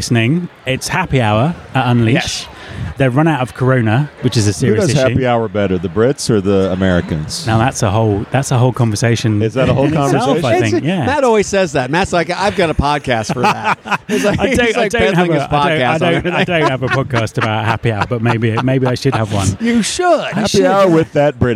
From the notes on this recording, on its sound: I caught up with them afterwards on the expo floor